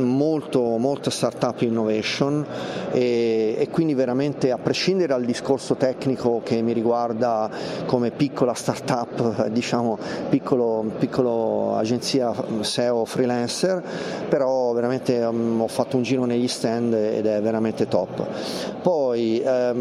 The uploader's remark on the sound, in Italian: In diretta dal Web Marketing Festival di Rimini. La seconda giornata del #WMF22 di Rimini.